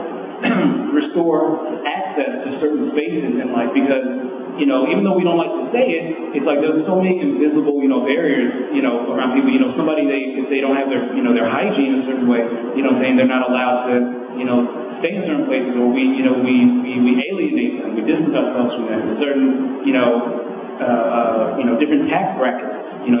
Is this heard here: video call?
no